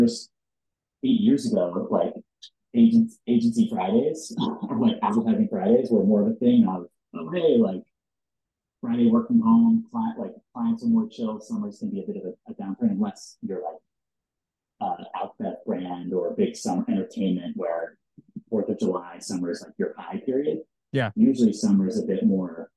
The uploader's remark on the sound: APOLOGIES ON THE AUDIO QUALITY